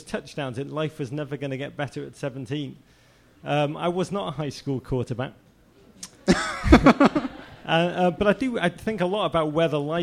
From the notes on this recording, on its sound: Ask Roulette is a conversation series in which strangers ask each other questions on stage. Excerpt is from our November regular show at Housing Works Bookstore. House band. Some audience members.